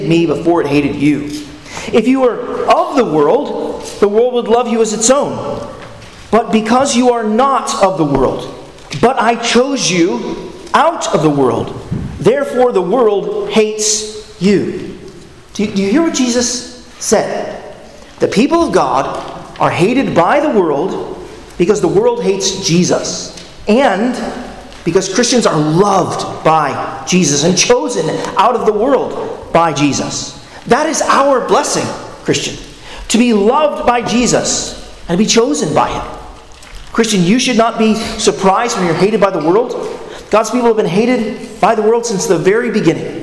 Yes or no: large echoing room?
yes